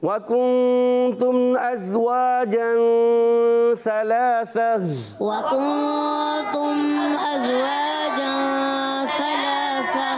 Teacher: كنتم में कुन में गुन्ना होगा, तुम में गुन्ना नहीं होगा, अजवाजन में गुन्ना होगा